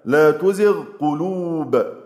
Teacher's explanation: إظهار الغين عند القاف